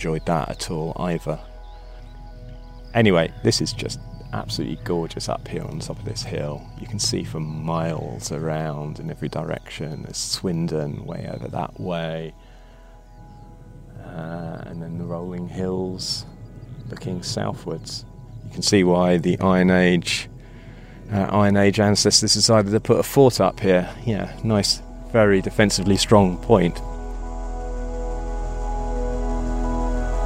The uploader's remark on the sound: Takes over on the mic as he sets off to ride the King Alfred's Way in the south west of England.